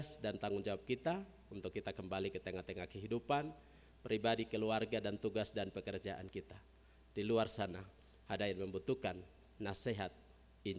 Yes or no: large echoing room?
yes